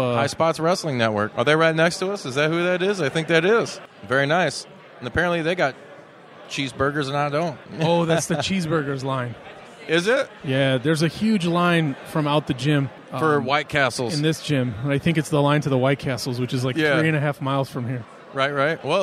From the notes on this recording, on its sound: live from the #WarriorWrestling 4 VIP Fan Fest!